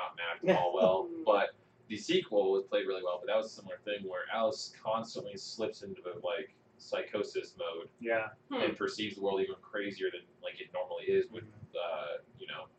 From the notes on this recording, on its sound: The audio quality in this episode is quite rough. We had some driver errors, that after fighting with the computer to try to recognize our hardware, we gave up and recorded with our camera's built in microphone, and it is rough. I took that time to attempt to make the audio more bearable.